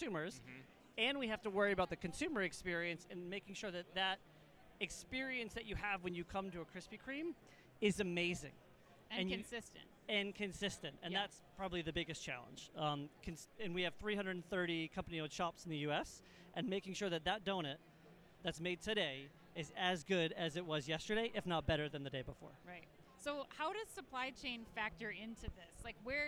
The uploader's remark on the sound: Live From Manifest 2024. Directly from the show floor.